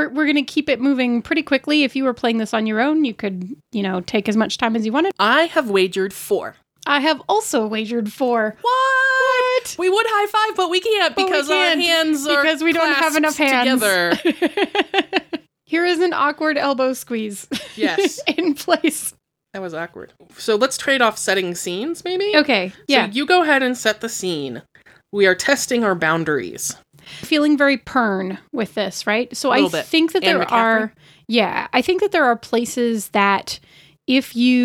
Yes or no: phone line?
no